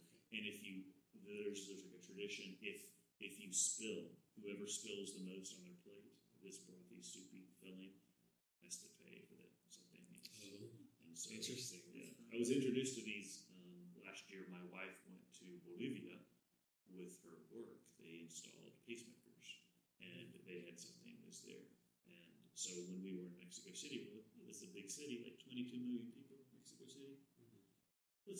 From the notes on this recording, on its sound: We had some technical difficulties with this first episode so it may be a little quieter than what is best.